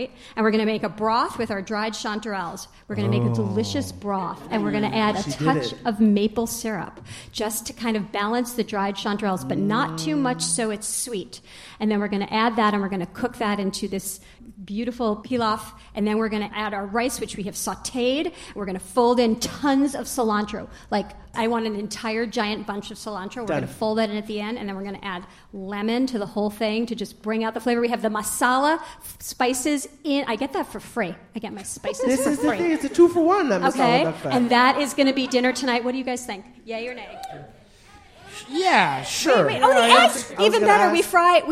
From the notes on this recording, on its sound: Live from Hot Docs Podcast Festival. This week’s show was recorded live at the Hot Docs Podcast Festival in Toronto.